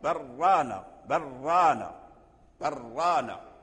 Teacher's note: تشدد ولكن لا تبالغ في تكرير الراء · Term: صفة التكرير